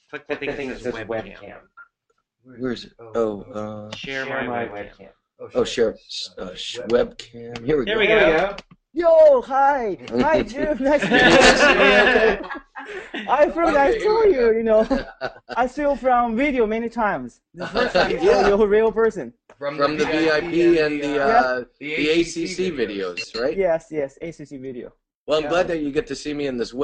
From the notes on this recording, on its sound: Recording of monthly VIP webinar call.